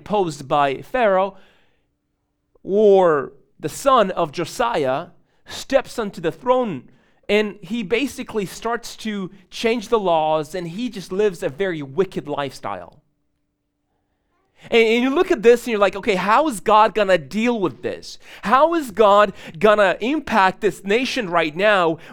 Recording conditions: large echoing room